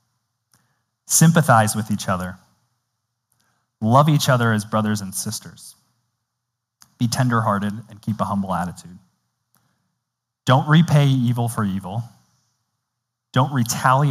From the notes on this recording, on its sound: Indoors in the Kaiser Chapel on the beautiful and scenic campus of Gordon Conwell Theological Seminary 130 Essex St, South Hamilton, MA 01982.